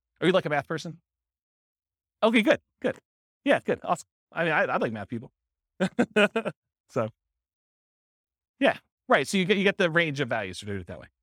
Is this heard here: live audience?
yes